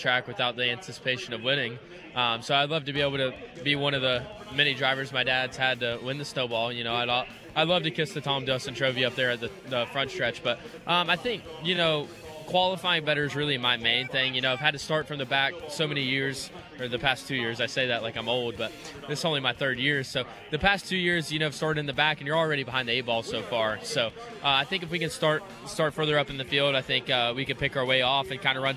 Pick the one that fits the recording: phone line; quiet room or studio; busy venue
busy venue